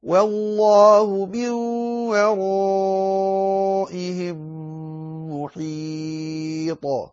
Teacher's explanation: فتظهر الطاء بقوة وتظهرها مقلقلة